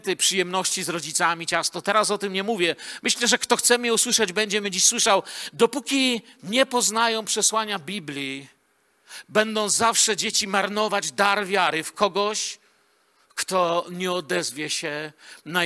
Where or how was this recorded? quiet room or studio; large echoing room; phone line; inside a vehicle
large echoing room